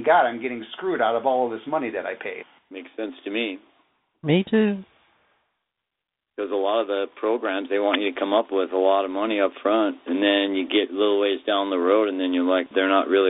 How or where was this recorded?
phone line